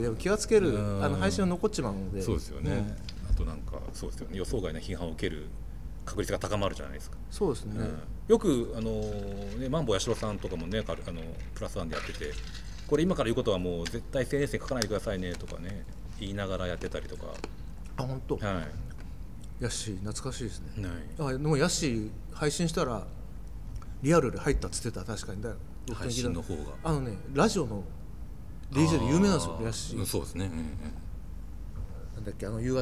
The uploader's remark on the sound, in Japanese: 収録場所：東京カルチャーカルチャー（渋谷）